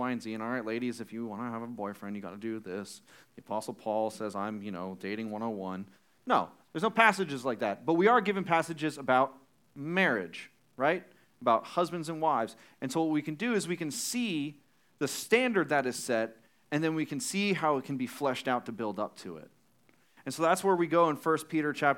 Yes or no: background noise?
no